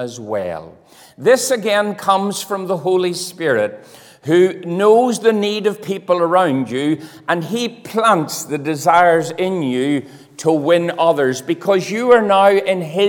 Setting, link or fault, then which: setting, large echoing room